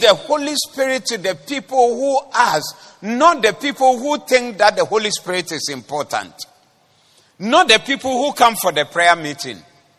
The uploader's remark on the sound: Preached at the Doxa Service 20012024.